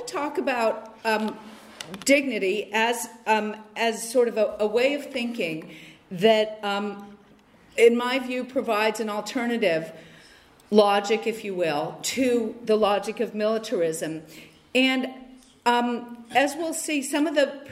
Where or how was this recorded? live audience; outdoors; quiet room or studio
live audience